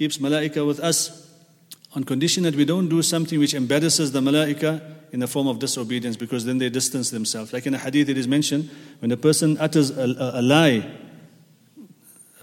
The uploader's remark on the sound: At the Houghton Masjid (West Street).